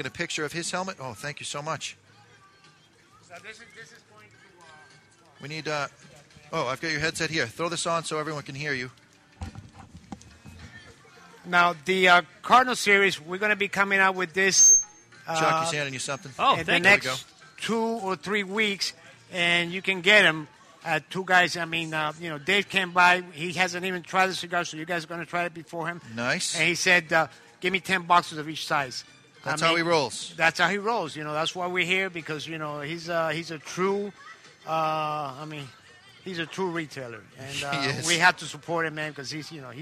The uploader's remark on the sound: We're live on the scene for Two Guys Smoke Shop 27th Anniversary Party!